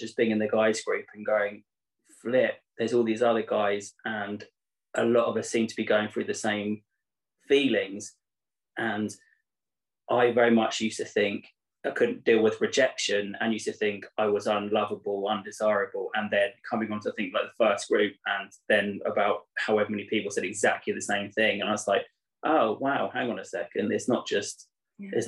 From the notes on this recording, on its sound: On the final day of our latest Wanting It More round, I gathered all the wonderful husbands and wives together for a warm farewell Zoom call.